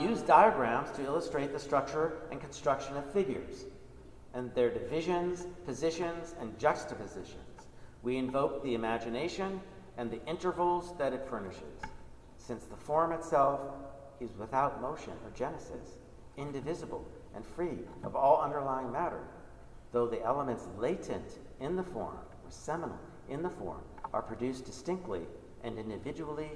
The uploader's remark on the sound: Recording of a lecture delivered on June 20, 2018. As part of the Graduate Institute Summer Lecture Series.